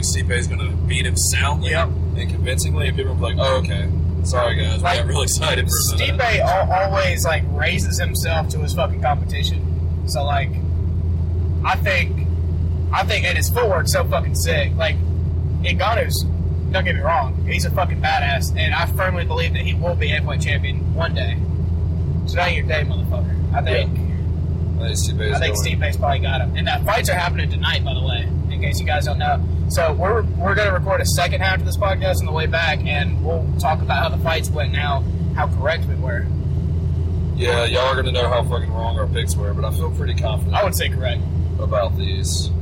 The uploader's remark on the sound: We took a roadtrip to Columbus and recorded a podcast in a car. Sound quality probably blows.